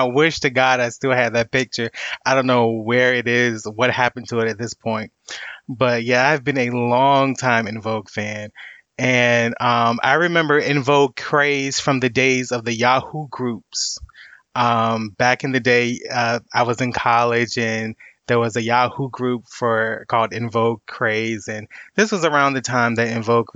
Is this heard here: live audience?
no